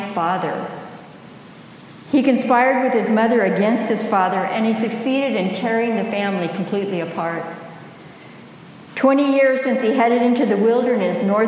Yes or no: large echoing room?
yes